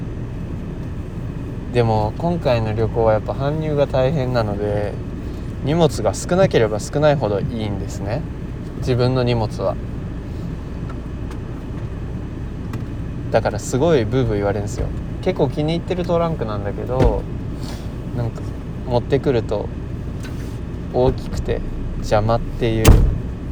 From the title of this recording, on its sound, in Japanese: 車の中で